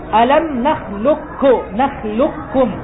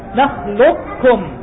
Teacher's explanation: فتقول ألم نخلقكم، وتقول ألم نخلقكم، نخلقكم، نخلقكم، إدغام لكن تسمعني فيها صوت التفخيم، نخلقكم، هو كاف مشددة لكن تسمعني فيه صوت الاستعلاء الموجود في القاف · Shown in: second take · هذا الخلف في هذه الكلمة لجميع القراء يجوز فيها الوجهان، يجوز فيها الوجهان لجميع القراء، والمقدم فيه والأولى هو الإدغام التام خلاف الكلمات الأربعة.